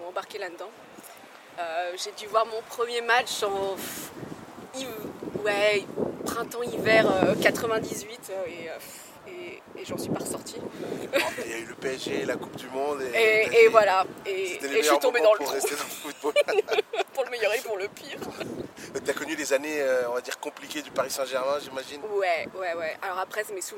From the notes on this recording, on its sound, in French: Les conditions venteuses peuvent affecter la qualité audio par moments.